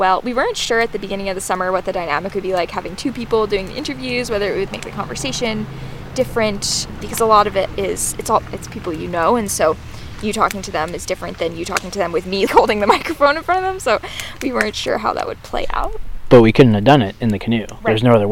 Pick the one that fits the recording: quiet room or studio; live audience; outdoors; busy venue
outdoors